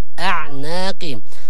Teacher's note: كلمة إنا جعلنا في أعناقهم، لا تفخم العين